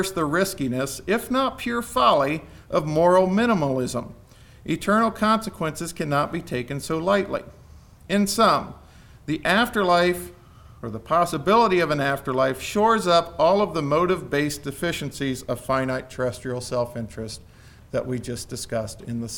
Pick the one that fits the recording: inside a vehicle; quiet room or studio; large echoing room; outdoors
large echoing room